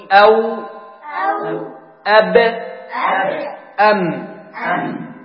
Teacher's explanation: والشفتان يخرج منهما الواو والباء والميم · Term: الشفتين